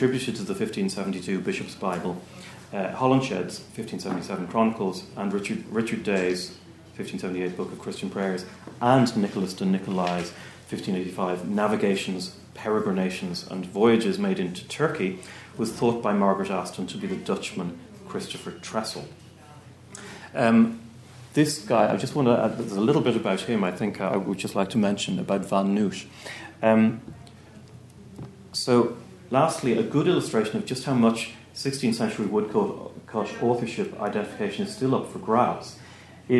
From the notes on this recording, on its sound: At the 2022 Tudor and Stuart Ireland Conference.